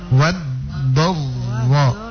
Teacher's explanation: Sembunyikan getaran ra-nya kalau dia bertasydid gitu. Jadi setiap membaca huruf ra bertasydid kasih hilang dp r kasih hilang ya.